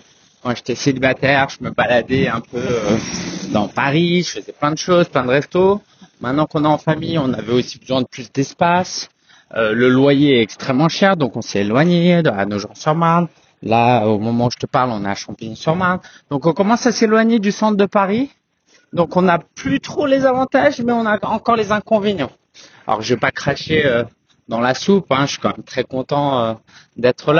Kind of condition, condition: fault, wind noise